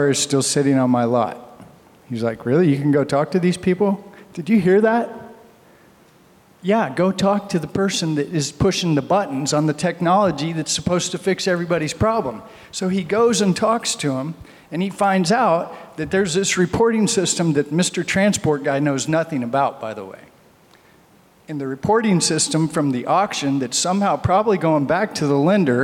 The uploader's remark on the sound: We continue our series on the Auto Remarketing Podcast highlighting some of the panels and presentations from Used Car Week 2023. This episode features a dealer panel.